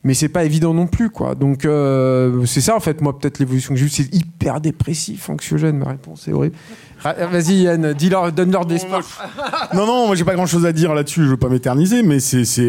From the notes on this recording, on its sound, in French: Ce second épisode de CAPTURE LIVE a été enregistré au Club de l'étoile, lors de la Séance Capture Mag consacrée au film MORT OU VIF de Sam Raimi. Répondent aux questions des auditeurs et des personnes présentes à la séance.